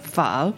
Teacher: So if you always like, you know, do that upward intonation bit, that little lilt at the end